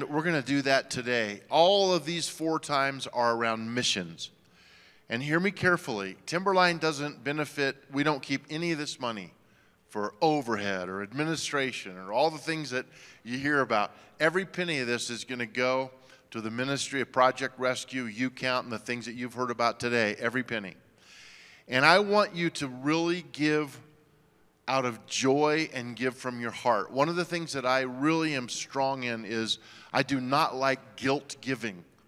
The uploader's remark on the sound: at Timberline Church